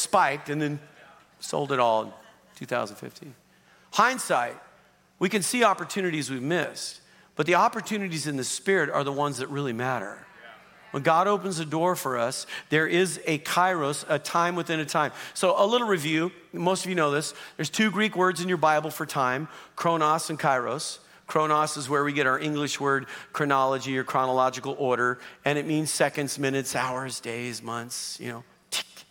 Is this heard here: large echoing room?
yes